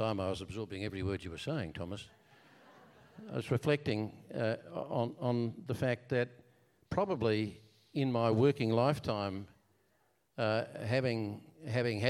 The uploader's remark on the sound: Answer questions put to them by the audience. This episode was recorded at the Blue Mountains Theatre and Community Hub.